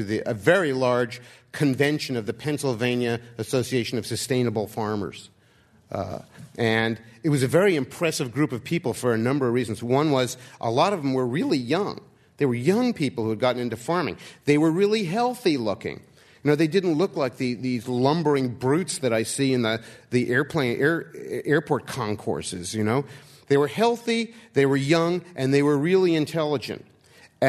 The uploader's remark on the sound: This program was recorded in front of a live audience at The Commonwealth Club on March 19, 2007